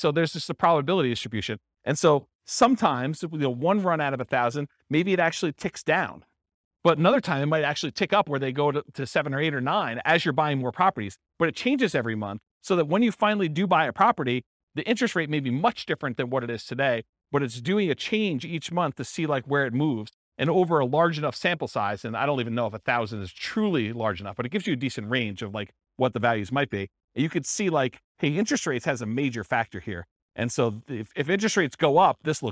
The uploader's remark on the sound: This was a live class recorded